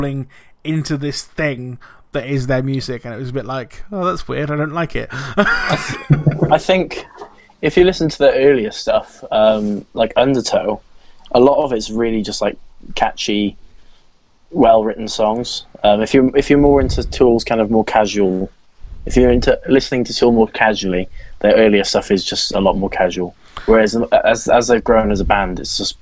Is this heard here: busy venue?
no